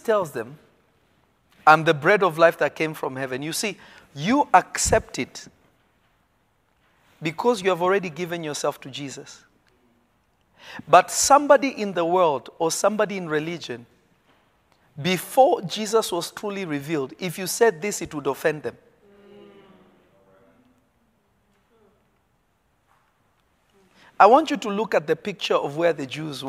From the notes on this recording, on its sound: This episode was recorded live from REVEALED.